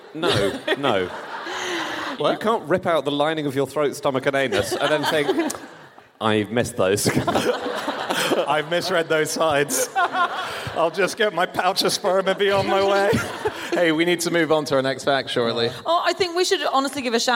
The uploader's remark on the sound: Live from Perth.